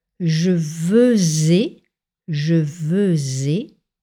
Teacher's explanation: il faut faire les liaisons en Z